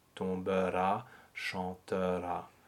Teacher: make sure also that that final ah is a bright open ah